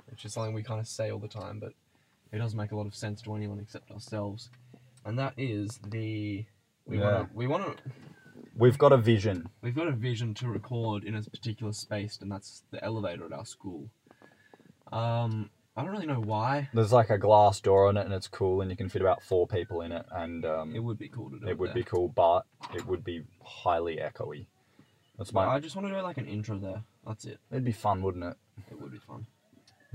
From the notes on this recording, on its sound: car in the school parking lot